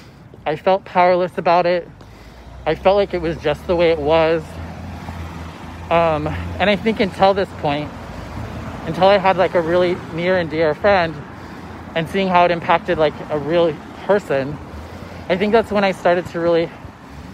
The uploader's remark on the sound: walk and talk